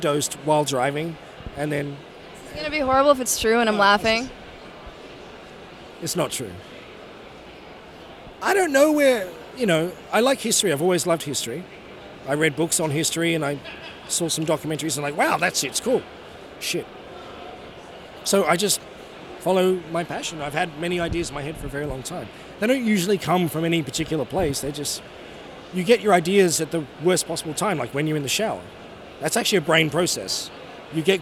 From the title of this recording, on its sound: Interview at Five Points Festival 2017